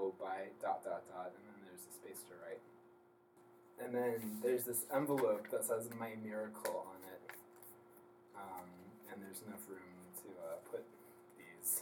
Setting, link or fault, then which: fault, poor sound quality